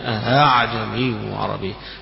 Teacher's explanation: أعجمي وعربي هذه تقرأ زي ما نقرأ حفص عن عاصم وغيره يقرؤون أعجمي وعربي، يعني يسهل الهمزة الثانية وهي همزة استفهام